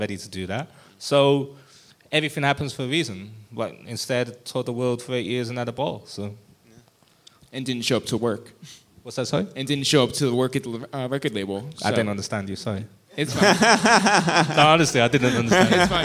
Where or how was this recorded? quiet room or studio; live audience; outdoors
live audience